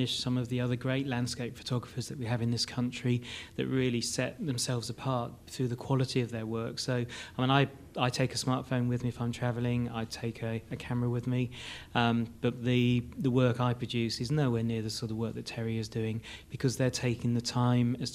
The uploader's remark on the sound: We hosted our annual WeatherLive Conference in London on Nov 4th, 2017. We hosted our annual WeatherLive Conference in London on Nov 4th, 2017.